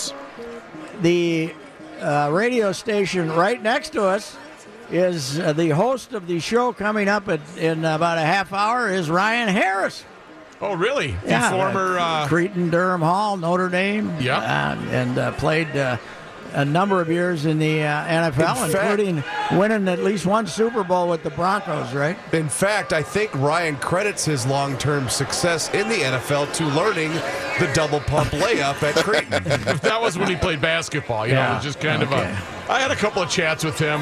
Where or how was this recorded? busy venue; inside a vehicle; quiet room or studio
busy venue